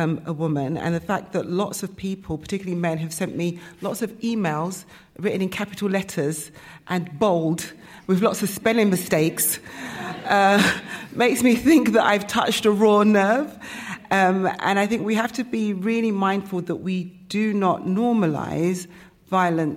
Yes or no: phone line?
no